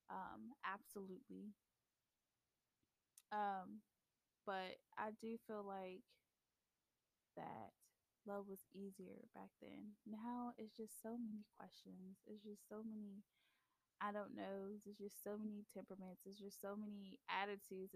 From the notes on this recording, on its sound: The Audio might be a little low, but bare with me y'all.